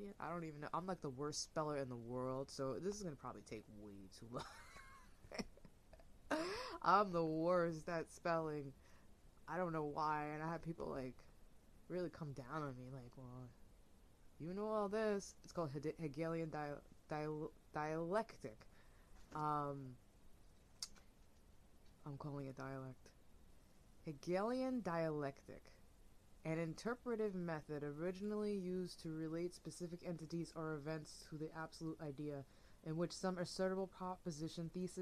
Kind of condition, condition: fault, uneven or low level